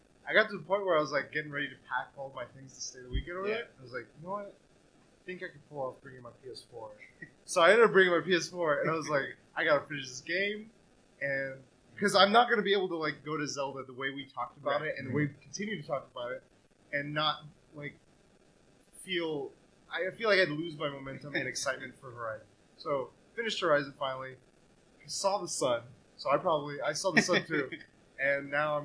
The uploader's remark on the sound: We've been updating our audio setup and we hit some unavoidable irritating audio at the start of the show.